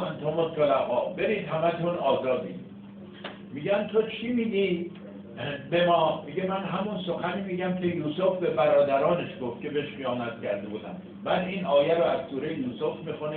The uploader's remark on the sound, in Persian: بصورت حضوری. کیفیت پایین صدای ضبط شده از جلسه مناظره.